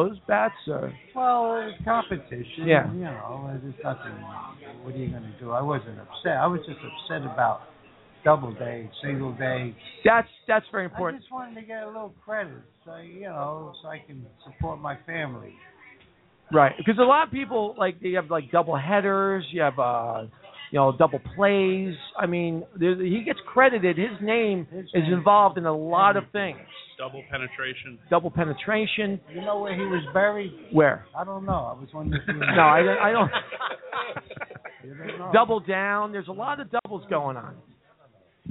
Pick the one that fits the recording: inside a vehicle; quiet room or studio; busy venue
busy venue